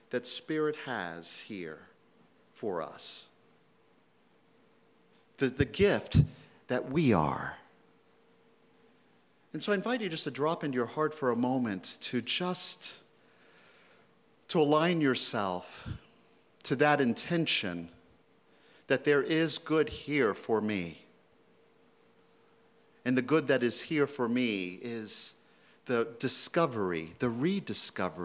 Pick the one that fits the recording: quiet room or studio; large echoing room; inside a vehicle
large echoing room